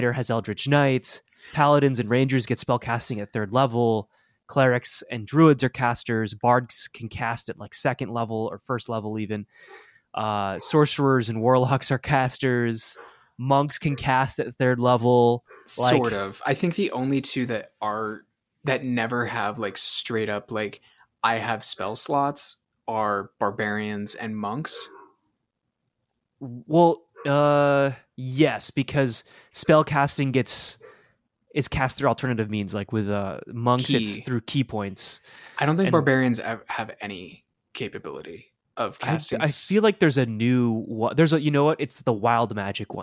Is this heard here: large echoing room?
no